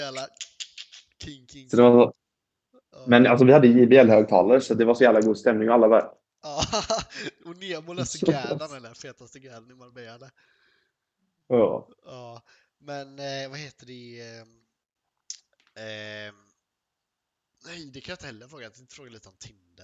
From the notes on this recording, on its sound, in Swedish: Ljudet är lite lidande